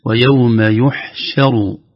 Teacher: حرف الشين لا يفخم أبدا بل هو من الحروف المرققة دائما